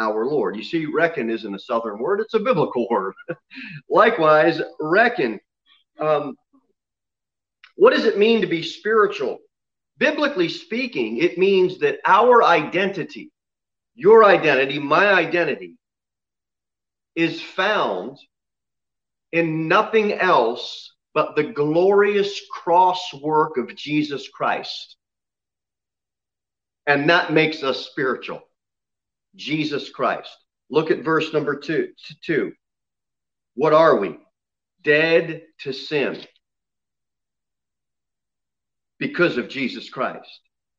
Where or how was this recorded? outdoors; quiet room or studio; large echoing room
large echoing room